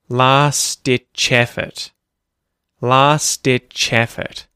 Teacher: You'll notice as well that the ch sound at the end of ditch starts the word effort · Term: connected speech